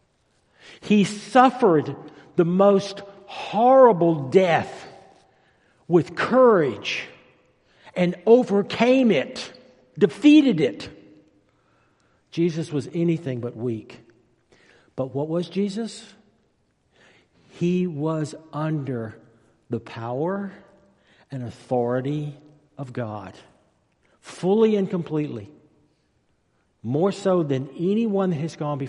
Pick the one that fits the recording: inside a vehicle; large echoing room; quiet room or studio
large echoing room